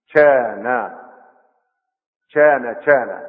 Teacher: ينطق الكاف مشوبة بالشين والجيم، شانا شانا شانا، بدل كان يقول شانا. · Term: الكشكشة